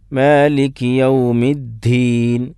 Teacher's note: അതിന് പകരം മാലിക്കി യൗമിദ്ദീൻ ദാലിന് ഒരു ഹാ ഹാഇൻ്റെ ശബ്ദം കൂടി കൂട്ടി ഒരു കാറ്റ് വരുന്ന രൂപത്തിലുള്ള ഉച്ചാരണം